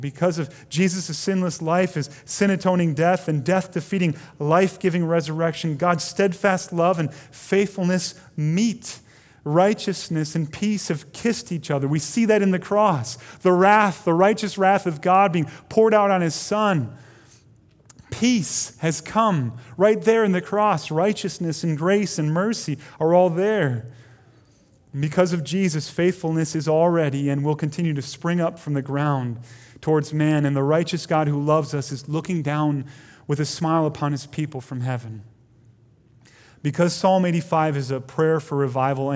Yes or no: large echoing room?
yes